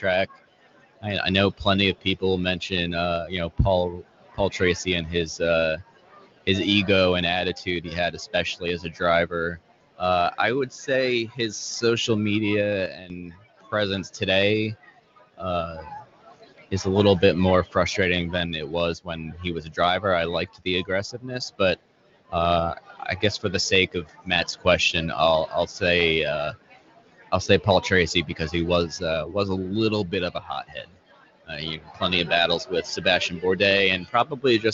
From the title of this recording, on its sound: Live at PM18 at Pit Lane Parley